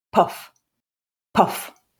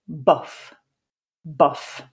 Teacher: if you put your hand close to your lips as you say the word puff, you'll feel a puff of air · Shown in: first take